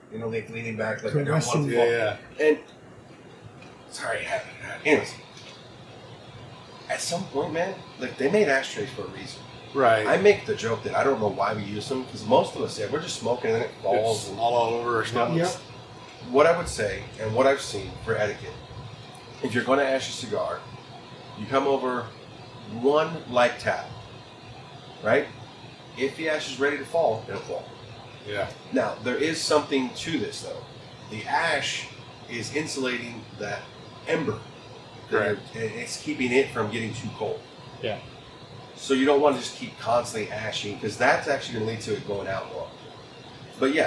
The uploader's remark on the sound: ZAZ Studios goes remote as we record this week’s episode inside a train car at The Train Car, in Big Spring Texas.